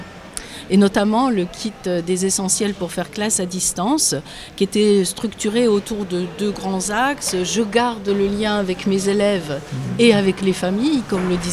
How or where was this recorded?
busy venue